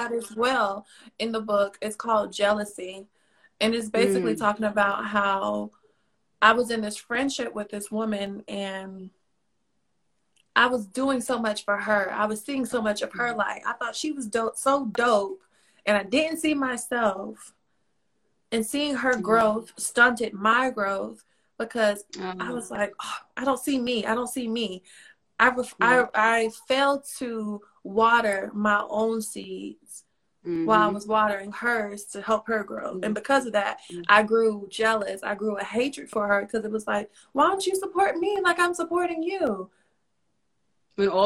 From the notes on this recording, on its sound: a special Instagram Live #WFH edition